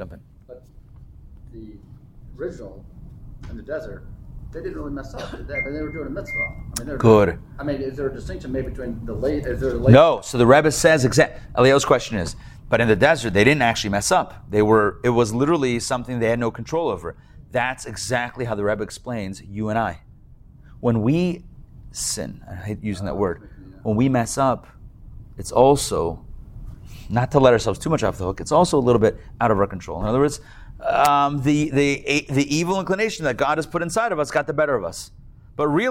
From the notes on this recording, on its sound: Recorded live at Atlanta on June 15, 2022